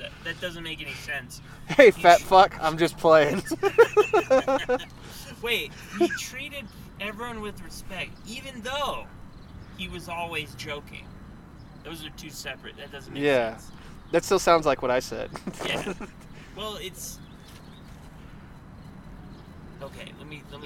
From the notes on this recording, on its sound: I had my laptop with me so we recorded an episode.